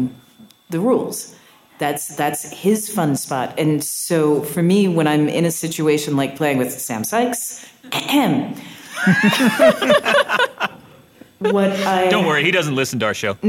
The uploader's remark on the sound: This episode was recorded live at LTUE